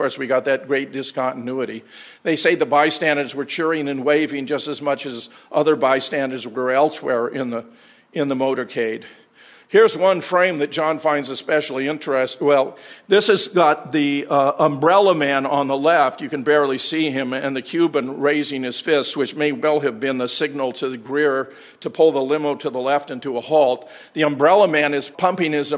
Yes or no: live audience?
yes